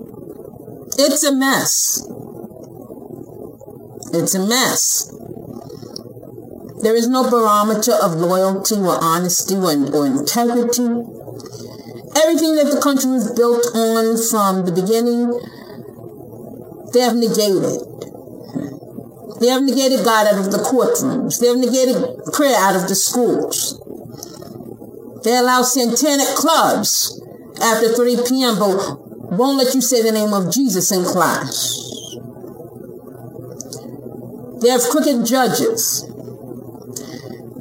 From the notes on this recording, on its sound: Please excuse the sound quality. My mic/speakers are blown and thus I am working on getting new equipment.